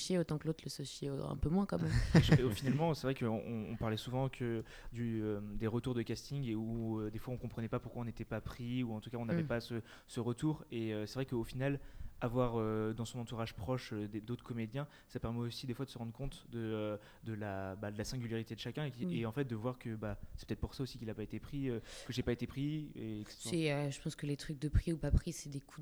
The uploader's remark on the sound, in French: l'équipe du NVTL Podcast, invitée aux Etats Généraux de l' AAFA - Actrices et Acteurs de France Associés, a enregistré des discussions avec différents participants.